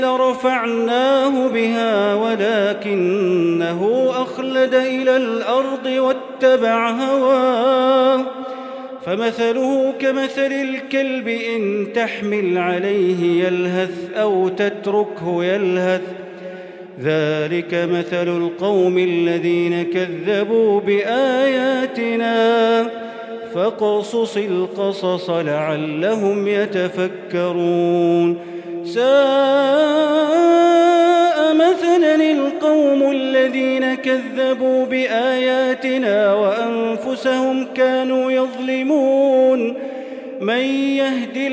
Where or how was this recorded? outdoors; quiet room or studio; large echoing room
large echoing room